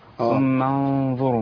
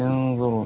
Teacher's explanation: لابد من تفخيم الغنة عشان داخل على ضاء · Shown in: first take